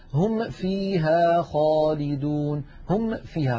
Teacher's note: فيكاد يقلقل الميم يطبق ويفتح ويخرج أصوات من وهو يظن أنه يظهر الميم لكنه يؤذيها ويقلقلها من غير حاجة.